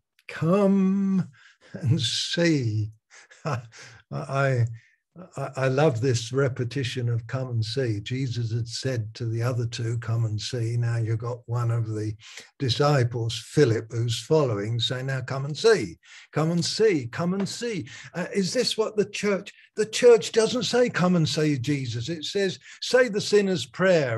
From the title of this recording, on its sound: Malaysia Meets (Zoom)